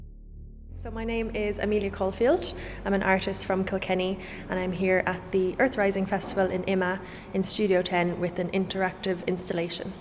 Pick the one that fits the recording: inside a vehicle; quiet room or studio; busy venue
busy venue